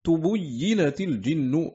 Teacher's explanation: قلت رويس تبينت الجن بضم التاء والباء وكسر الياء والباقون بفتحهن والله الموفق.